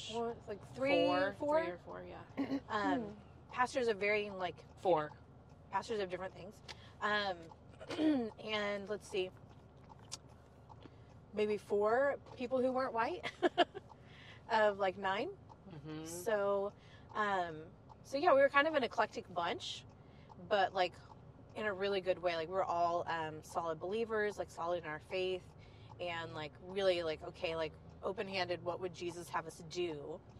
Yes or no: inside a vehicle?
yes